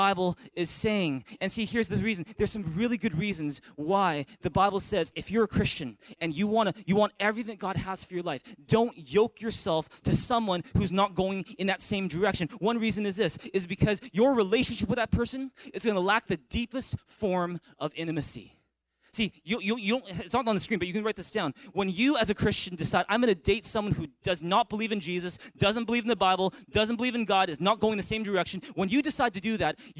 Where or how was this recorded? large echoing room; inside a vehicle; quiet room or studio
large echoing room